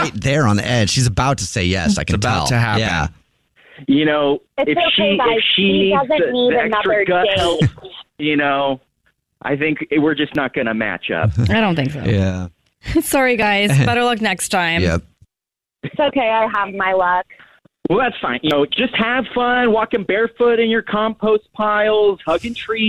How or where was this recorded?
phone line